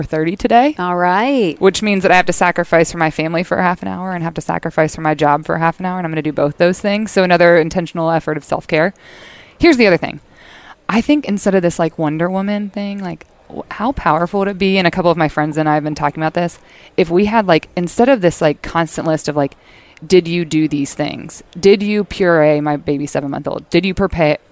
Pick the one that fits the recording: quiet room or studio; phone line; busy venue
busy venue